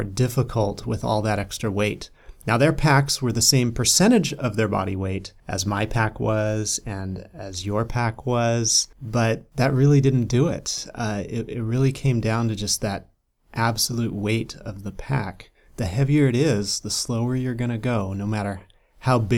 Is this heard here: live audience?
no